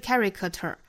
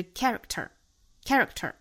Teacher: 注意这个 k 不要发的过重哈，不要发了加元音的那个 k · Shown in: second take